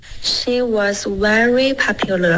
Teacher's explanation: Very 的 v 下唇碰上齿，别发成窝